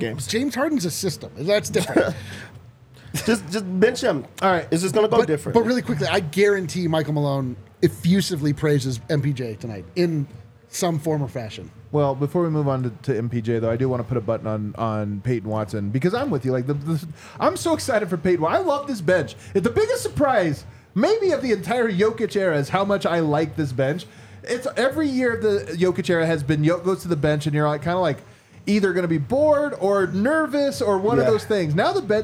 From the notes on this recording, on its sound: come to you LIVE from the DNVR Bar